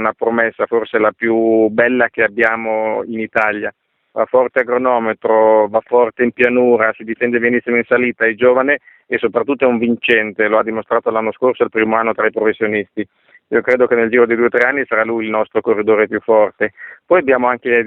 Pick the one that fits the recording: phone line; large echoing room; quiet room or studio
phone line